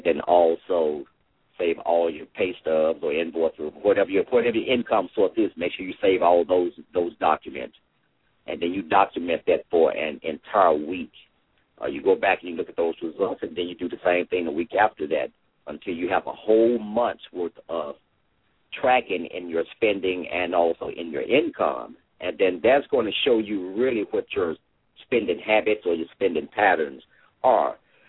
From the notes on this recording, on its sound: LML uses a progressive live call in format.